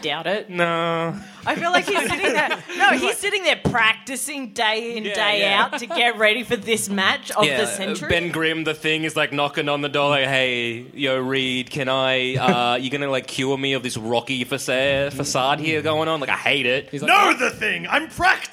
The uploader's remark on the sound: Why Haven't We Done a Vs Episode LIVE?! Our heroes climb onstage, shield their eyes against the lights, take a sip of their water.